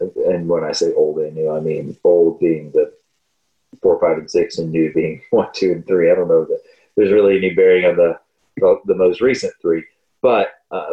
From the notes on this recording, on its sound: This week we deal with multiple technical difficulties that affect audio quality